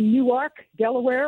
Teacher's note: you must put that accent on the second syllable